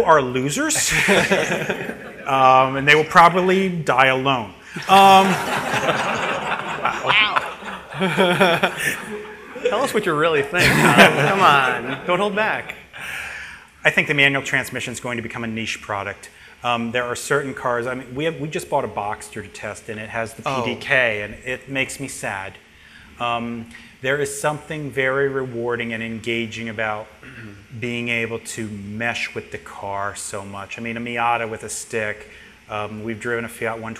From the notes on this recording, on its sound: recorded live at the track with an audience of loyal fans